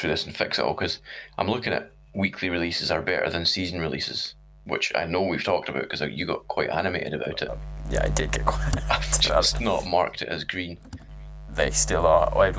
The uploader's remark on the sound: Sorry for the awful buzz throughout, we're working on a fix for next week.